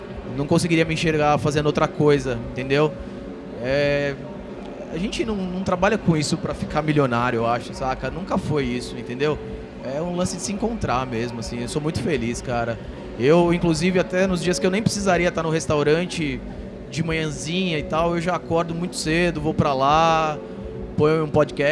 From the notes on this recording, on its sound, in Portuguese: gravados diretamente da III Mogi Expo Tattoo, o maior evento de tatuagens e piercings do Alto Tietê